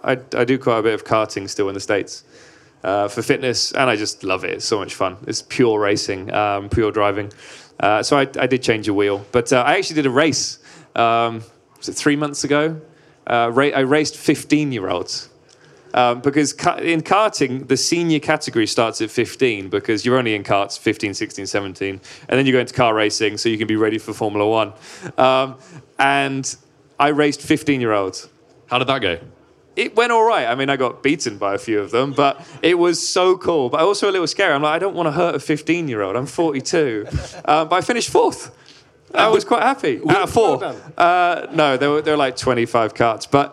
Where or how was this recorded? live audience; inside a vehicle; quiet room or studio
live audience